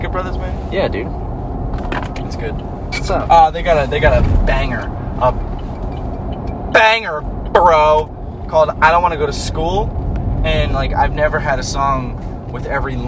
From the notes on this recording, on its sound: On the Road. We driving AGAIN!